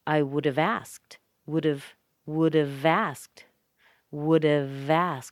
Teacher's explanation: Notice I connect that V sound with the A